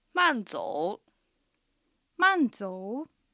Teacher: アクセントは満が下がる4声、増は下がって上がる3声